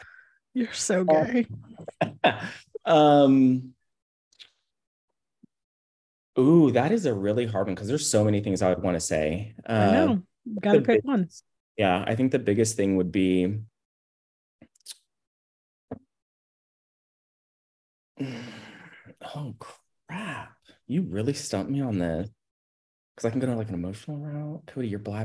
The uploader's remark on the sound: This podcast was recorded via Zoom.